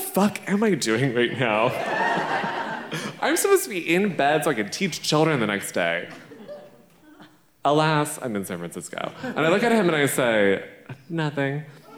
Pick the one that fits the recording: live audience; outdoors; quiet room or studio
live audience